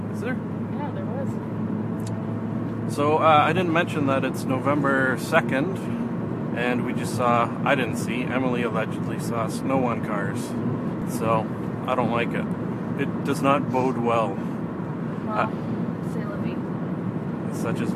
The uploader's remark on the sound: Audio quality is not up to my usual standards since if I edited out the "car sounds" like I usually do you can not hear